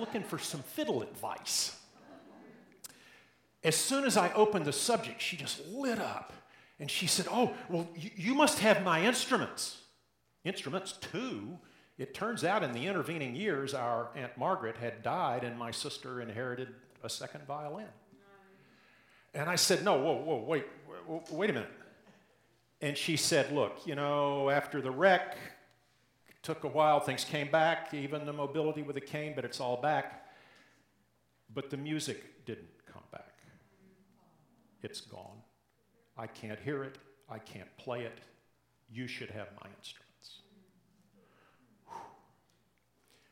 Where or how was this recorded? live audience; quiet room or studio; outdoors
live audience